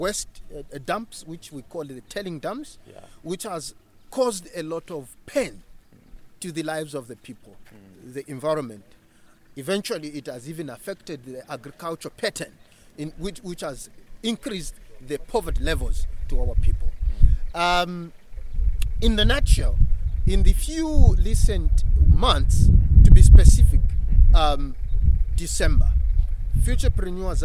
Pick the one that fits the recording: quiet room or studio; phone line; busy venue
busy venue